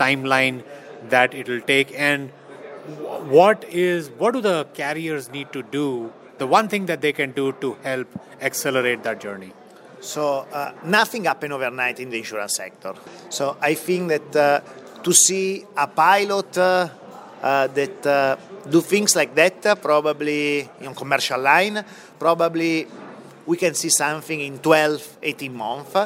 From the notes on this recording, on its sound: This interview was recorded at Connected Insurance event in Chicago